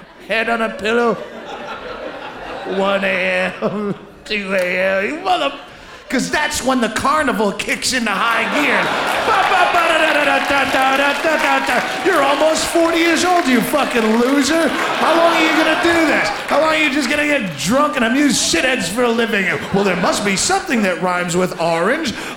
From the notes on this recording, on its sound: Taped live at the Gotham Comedy Club